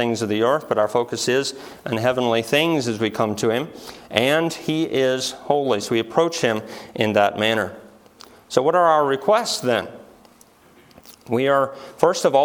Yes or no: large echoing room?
yes